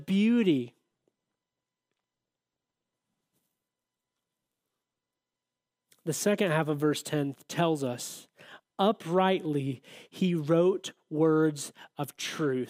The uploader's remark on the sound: audio from New City Church in Champaign-Urbana, IL